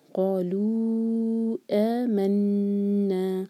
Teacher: نون پر غنہ، نون کو ہولڈ کریں گے